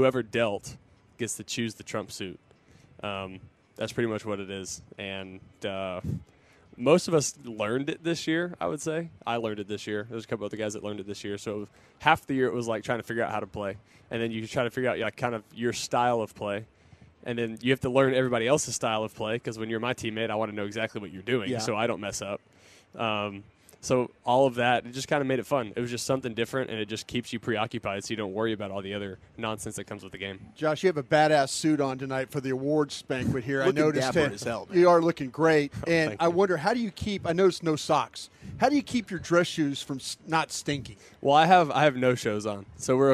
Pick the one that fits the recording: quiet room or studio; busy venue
busy venue